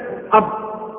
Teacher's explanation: الهجائية، فنقول: الحرف الأول الهمزة وتخرج من أقصى الحلق، الحرف الثاني الباء وتخرج من الشفتين مع انطباقهما